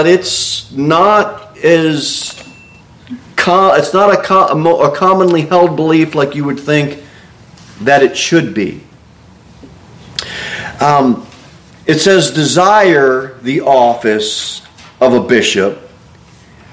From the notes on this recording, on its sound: Sermon delivered at Pilgrim Baptist Church